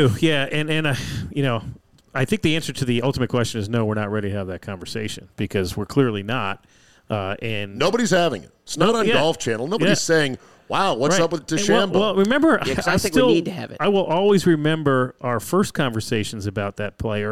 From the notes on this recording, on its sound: Live from the new Golfdom store in Rockville, MD.